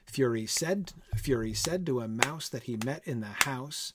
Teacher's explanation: Four anapestic feet, unstressed, unstressed, stressed, per line, right? Fury said to a mouse that he met in the house, let us both go to law, I will prosecute you. · Term: anapestic tetrameter